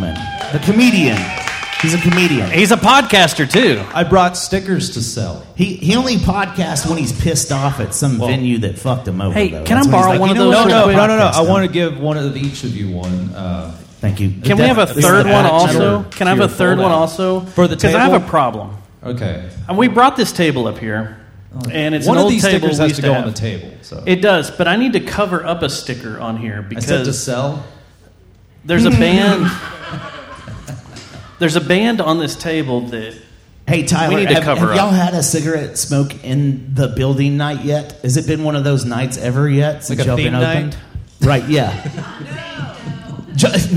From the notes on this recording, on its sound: This week we were live from The Cicada in the lovely southside of downtown Fort Worth. Since this was our inaugural live show. The whiskey was flowing and in true JJTM fashion, things got a little wild. Thank you to everyone who came out, hung out with us, and abused the crowd microphone to set us straight in our ways.